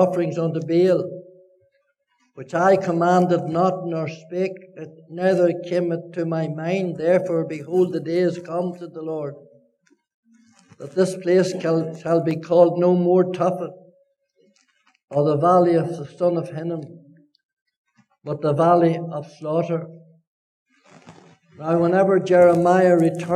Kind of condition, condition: setting, large echoing room